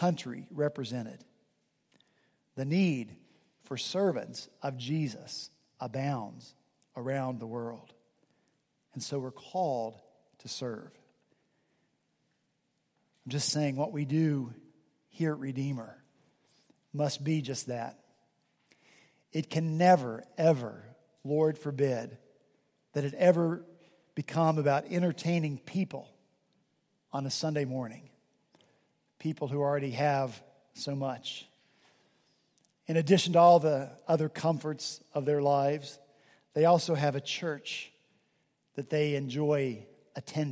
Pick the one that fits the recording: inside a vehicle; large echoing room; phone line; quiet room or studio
large echoing room